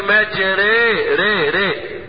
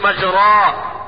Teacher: ما راح مقلبهاش ياء، راح بالالف ناحية الياء · Shown in: first take · Term: امالة